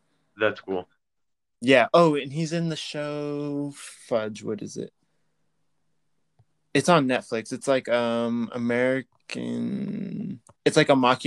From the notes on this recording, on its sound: Yet another remotely recorded podcast so it's full of glitches.